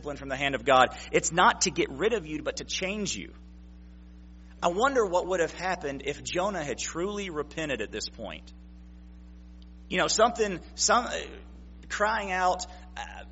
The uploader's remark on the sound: September 25, 2016 PM Service